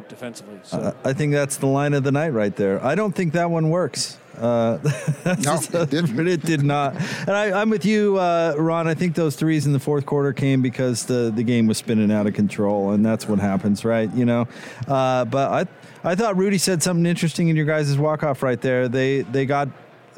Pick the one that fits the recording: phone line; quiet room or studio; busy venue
busy venue